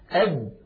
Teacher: تجد بأن الصوت قد انغلق تماما · Term: الدال